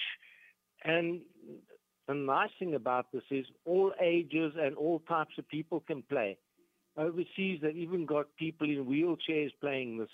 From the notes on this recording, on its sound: Guest 1 on the line